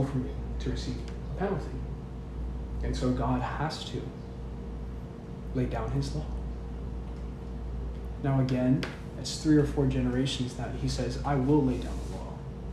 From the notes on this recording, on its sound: This is a recording of a service I gave.